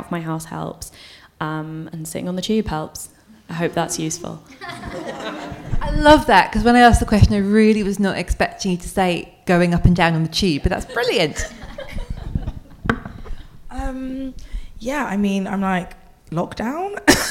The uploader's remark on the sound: Live at the Margate Bookie. We are back at this year's Margate Bookie for a fun, frank and freewheeling conversation with three brilliant authors.